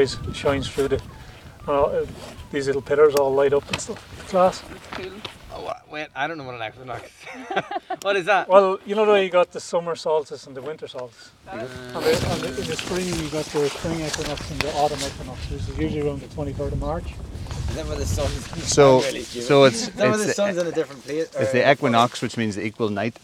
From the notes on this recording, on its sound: firstly on the phone and then in person for a hike up Wee Binnian in the Mournes